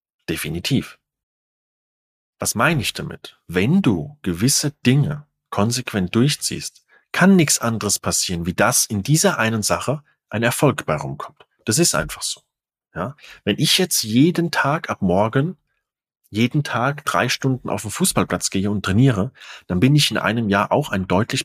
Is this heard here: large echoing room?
no